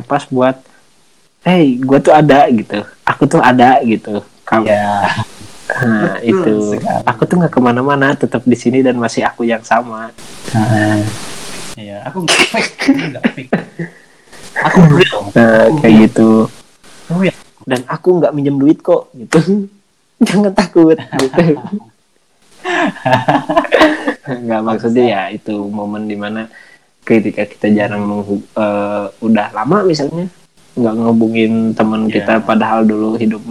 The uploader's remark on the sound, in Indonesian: Proses rekaman dari jarak jauh membuat suaranya putus-putus disebabkan gangguan sinyal. Ada yang tumpang tindih atau juga membingungkan akibat efek delay suara.